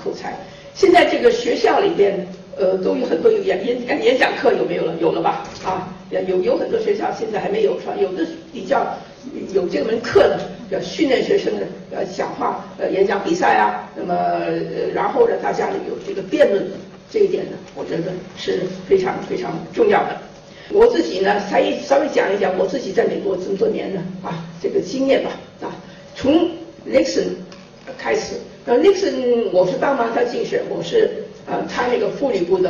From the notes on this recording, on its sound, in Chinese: 走进上海格致中学大礼堂，精神矍铄。40多分钟的演讲，她始终站着，并且不拿讲稿。她讲话的声音洪亮，慧识的妙语几度将现场气氛推向高潮。